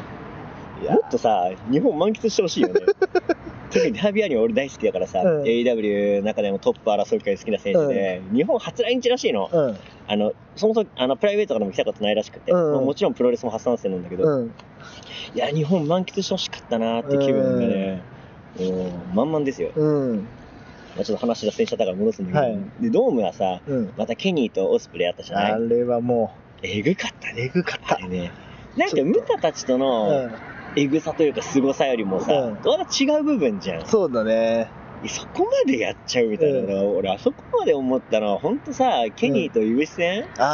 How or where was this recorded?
outdoors